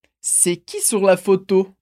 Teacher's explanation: Repara nessa entonação que vai subir